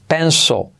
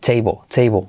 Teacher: Esa L hace su labor, pero casi ni se pronuncia